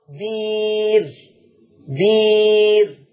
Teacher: كلمة بئر فتقرأ بإبدالها ياء فتقرأ بير، بير. يعني بئر تبدل بياء فتقرأ بير.